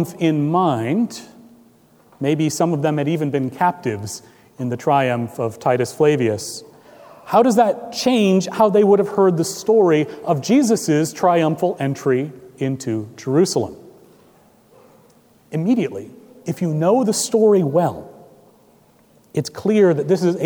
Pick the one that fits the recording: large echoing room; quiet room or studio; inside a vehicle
large echoing room